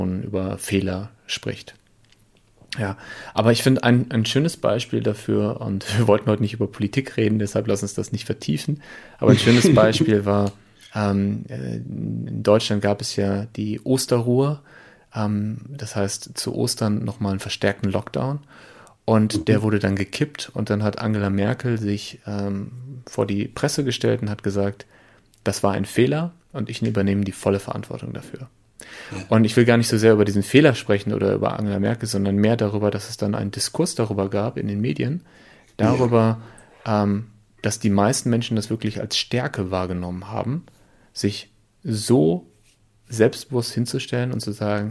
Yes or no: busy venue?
no